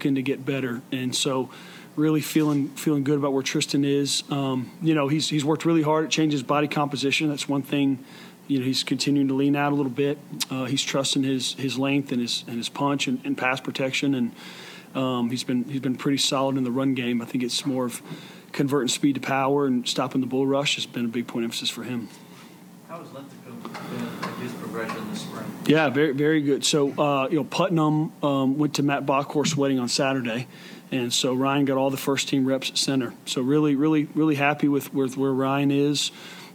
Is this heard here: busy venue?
yes